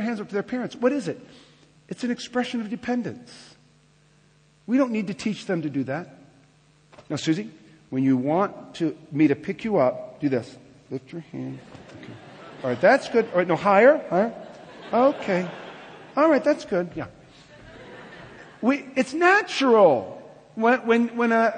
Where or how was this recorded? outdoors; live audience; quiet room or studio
live audience